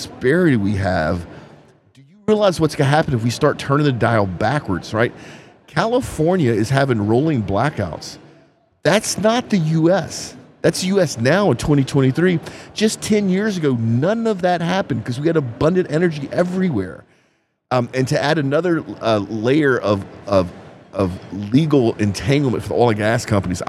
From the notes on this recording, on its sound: recording live at the Offshore Technology Conference